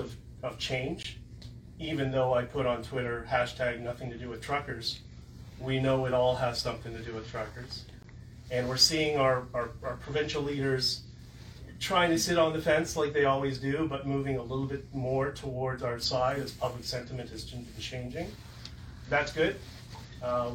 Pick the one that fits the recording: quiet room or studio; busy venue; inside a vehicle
busy venue